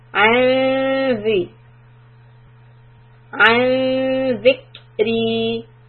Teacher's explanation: keep the tip of the tongue close to ذال، that means under the teeth. · Term: إخفاء